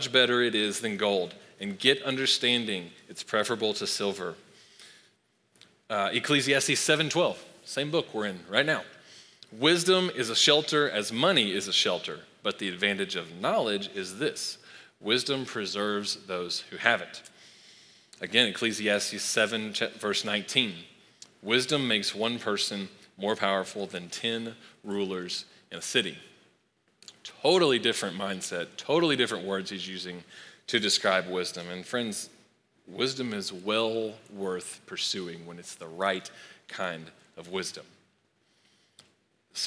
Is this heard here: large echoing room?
yes